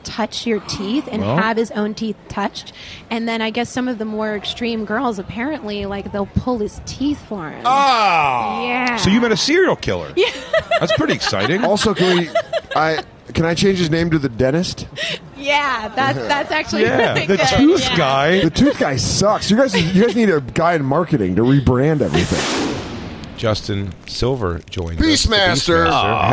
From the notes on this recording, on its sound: Live from Jones Beach